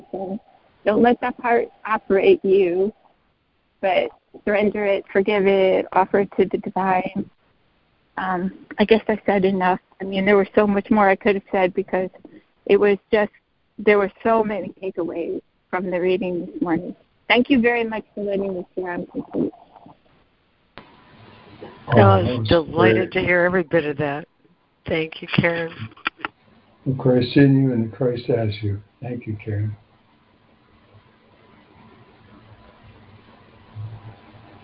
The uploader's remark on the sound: ACIM Daily Conference Call